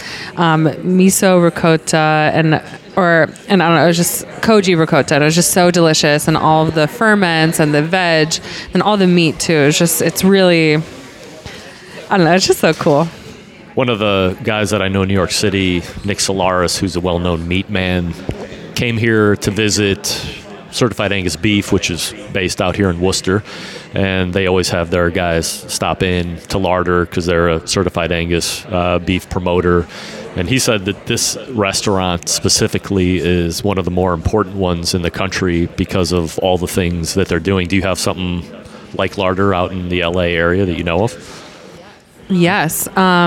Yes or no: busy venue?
yes